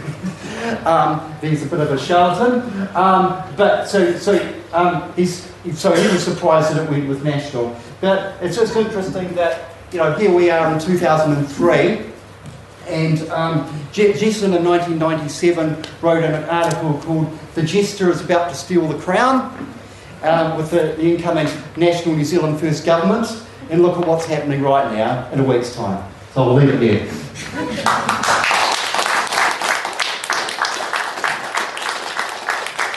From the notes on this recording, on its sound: plays another of the talks given at the recent Aotearoa | New Zealand Federation of Socialist Societies conference